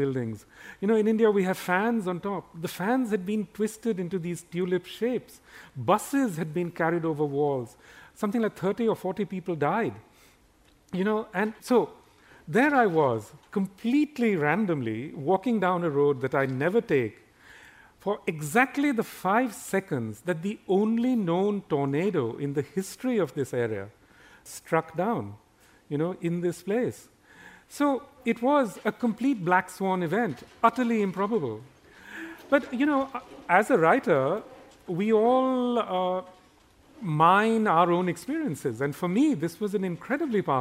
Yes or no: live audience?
yes